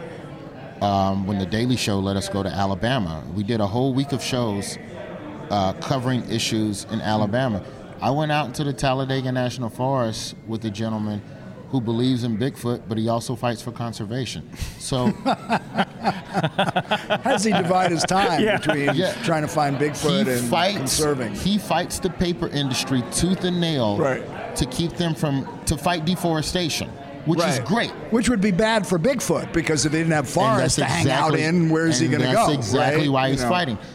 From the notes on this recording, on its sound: Live from SXSW and the site of The Donald J.